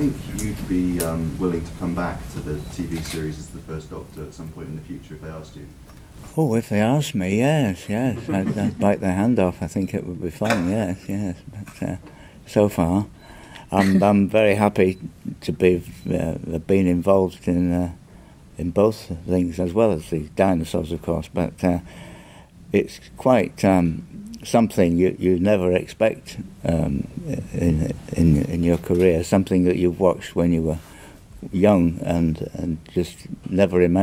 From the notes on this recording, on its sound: Recorded, at MCM London 2017, here’s the full press panel.